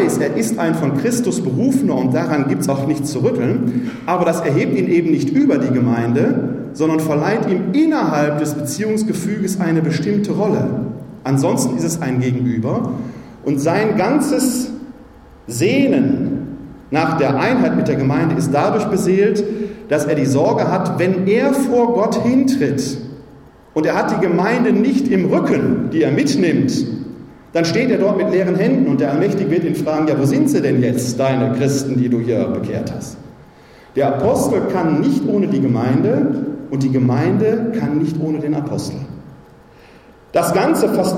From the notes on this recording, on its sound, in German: Mitschnitt zur Veranstaltung „Laien – Säulen der Kirche!“. Im Pfarrzentrum von St.